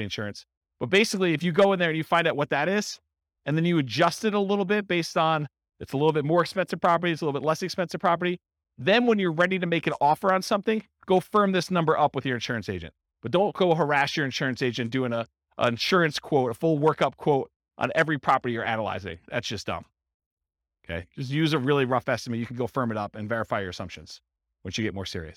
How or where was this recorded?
live audience